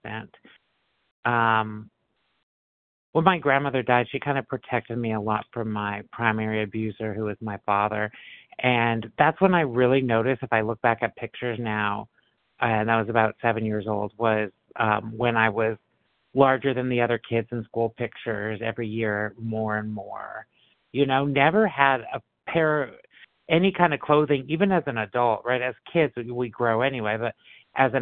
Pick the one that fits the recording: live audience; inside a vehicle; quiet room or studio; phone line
phone line